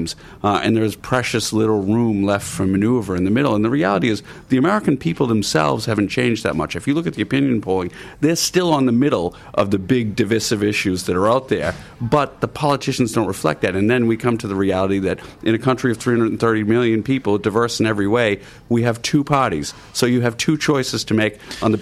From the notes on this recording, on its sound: The Hard Shoulder was LIVE from the Dunbrody Visitor Centre in New Ross for the Kennedy Summer School.